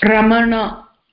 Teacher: the na has to be from Murdhanya.